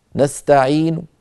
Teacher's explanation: فالحرف الأخير وهو النون المضمومة يأتون بها بصوت ضعيف، يبقى تقريبا ثلث الصوت ويذهب ثلثاه